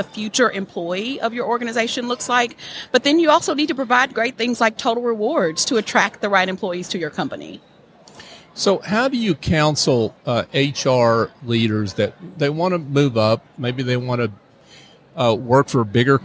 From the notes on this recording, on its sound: LIVE from SOAHR 2023